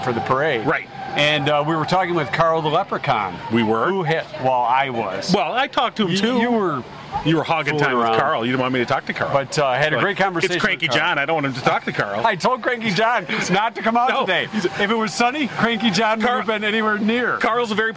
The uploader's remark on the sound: We were live from Downtown Pinckney for the annual St. Patrick's Day Parade!